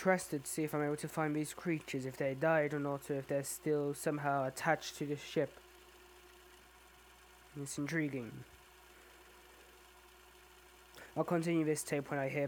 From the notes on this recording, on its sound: whiles uploading the audio the sound came out quieter then the audio file for some reason and i'm no able to fix it, sorry for any inconveniences.